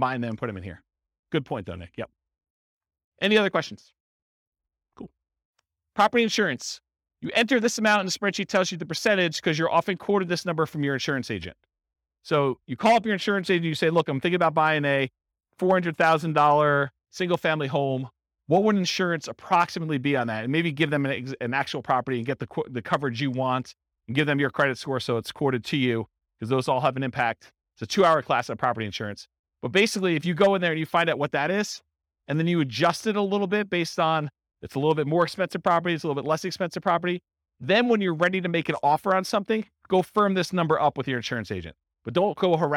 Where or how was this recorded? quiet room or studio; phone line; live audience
live audience